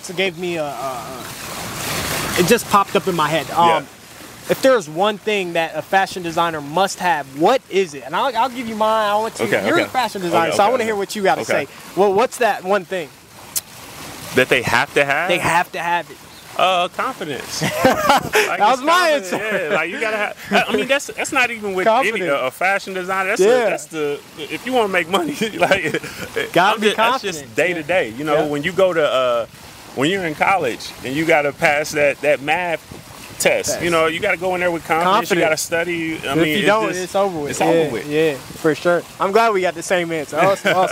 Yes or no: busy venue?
yes